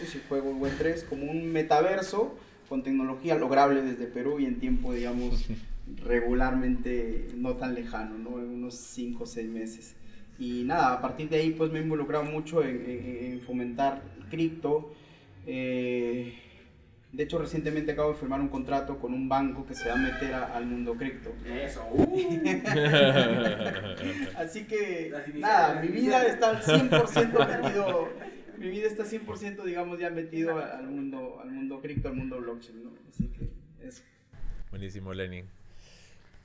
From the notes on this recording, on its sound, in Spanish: Se llevó a cabo en el Web Tres Night. Frente a un público en vivo de nuestra comunidad en el Hotel Santa Cruz. Este evento fue organizado en conjunto por WEBTRES junto a AndinoDAO.